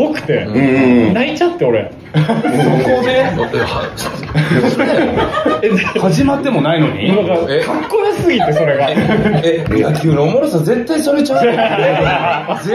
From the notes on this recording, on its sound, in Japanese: 本編とアフタートークのミックス。公開収録。